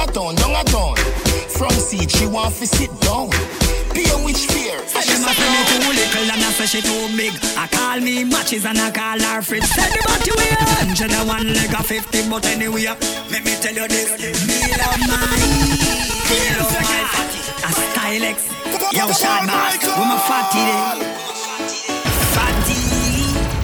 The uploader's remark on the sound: Live party audio with 100% reggae and dancehall and 100% music with ZERO TALKING!